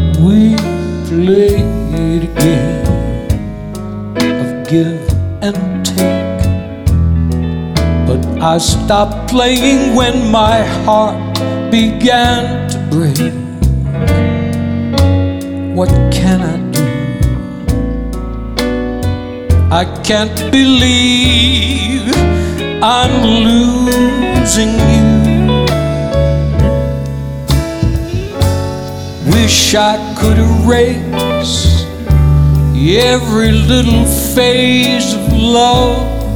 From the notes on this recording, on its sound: Live at the SouthPoint Casino